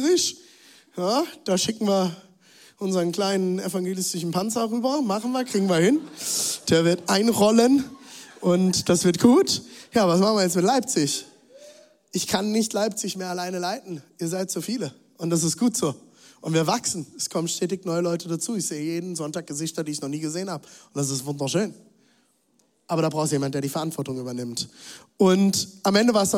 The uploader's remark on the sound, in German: Zeal Church Dresden. Audiomitschnitt der Predigt.